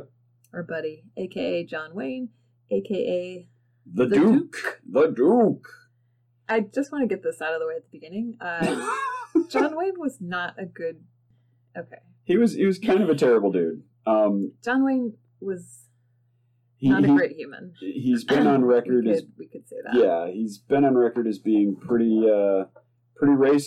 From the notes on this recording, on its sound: The audio in this episode is really, really bad. Tried recording in a new location and it backfired horribly! The discussion and story are (hopefully) good, but the audio is not.